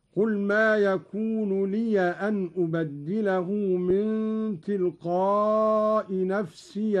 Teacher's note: قرأ قالون بفتح الياء من لي أن نفسي إن إني أخاف